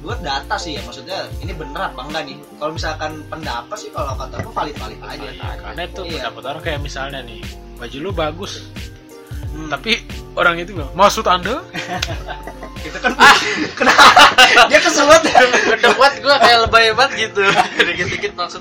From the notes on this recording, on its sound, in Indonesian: Mohon maaf guys klo banyak suara, karena kita rekaman di atas kapal pesiar terus geludug (Bonus Suara Lumba-Lumba).